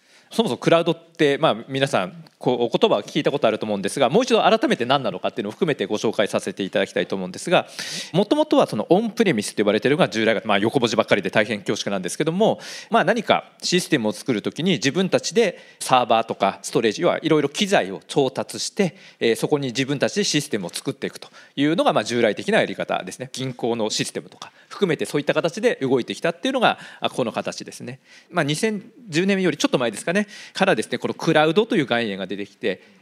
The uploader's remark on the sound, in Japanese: 2022年11月26日、東京・梅田で行われた「ラジオNIKKEI 相場の福の神 注目企業ＩＲセミナー」からＢｅｅＸ（4270・東証グロース）のＩＲプレゼンをお聴きください